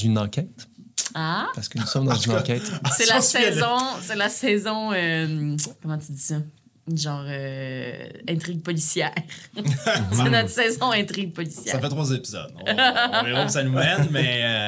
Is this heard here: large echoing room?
no